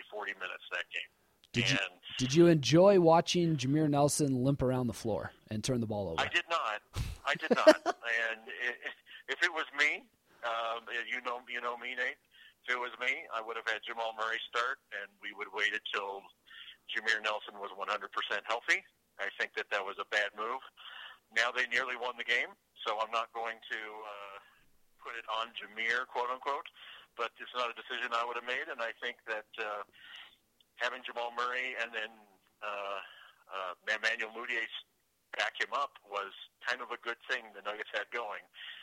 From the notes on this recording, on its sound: first has a phone call